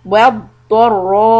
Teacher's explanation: Dod heavy. Ra fatha also heavy.